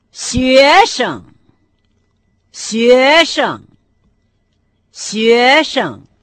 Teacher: Слово «студент» по-китайски будет «шуэшан». Первый компонент со вторым тоном «шуэ», а второй тона не имеет, то есть произносится с легким тоном.